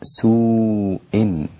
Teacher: ملاحظات بسيطة ويسيرة ودقيقة في السين المضمومة لابد أن تكون على رقتها ولا يكون الضم مظنة التفخيم في السين، فتقول مثلا سوء لابد أن تكون رقيقة السين حتى مع الضم